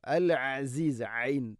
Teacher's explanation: ഐൻ, തൊണ്ടയുടെ മധ്യഭാഗം